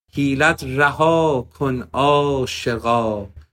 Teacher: So with the word raha, it ends with an alif, raha. That allows you to really express yourself and stretch that vowel.